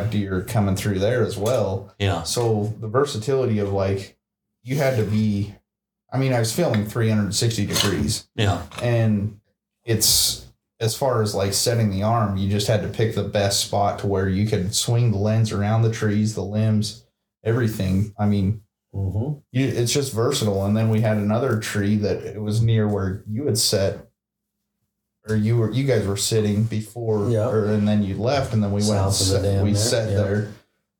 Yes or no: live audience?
no